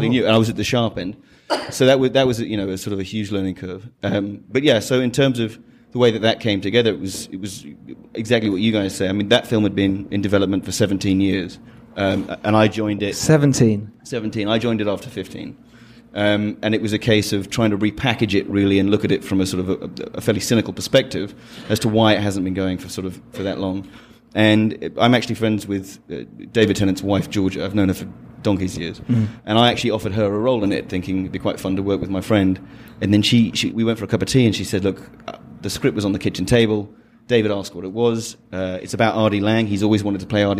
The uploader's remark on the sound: Make Your Film LIVE Event. Answers questions from the audience.